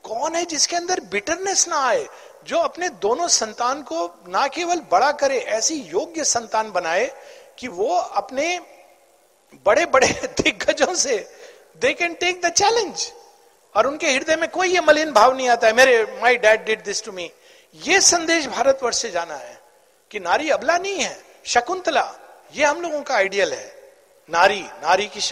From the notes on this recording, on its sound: at the Fist National Sri Aurobindo Mahila Pathachakra Conference (Dec 2022)